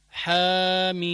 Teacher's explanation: والميم قدام مديناها 6 · مدينا الحاء كم حركة؟ حركتين